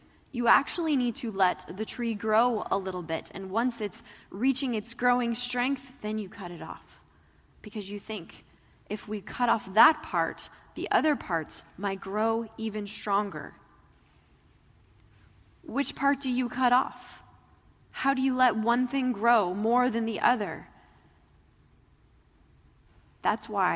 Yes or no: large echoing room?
yes